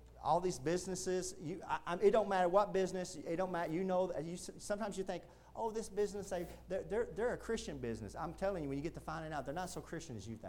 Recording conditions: large echoing room